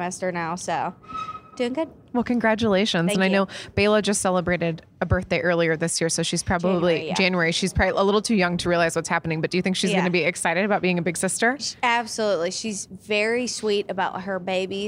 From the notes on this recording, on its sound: Backstage at Audacy's Leading Ladies Live.